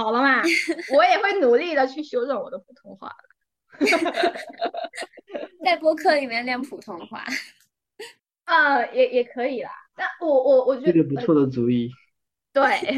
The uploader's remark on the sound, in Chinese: 录制当天有人加班，有人设备出错，有人得了重感。录制后发现，好多难剪的口癖、抢话以及扯七扯八。